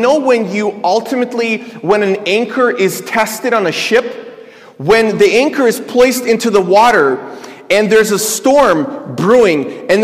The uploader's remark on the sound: This is a sermon I preached at my church